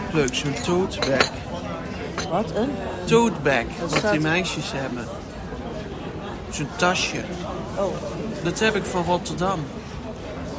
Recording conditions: busy venue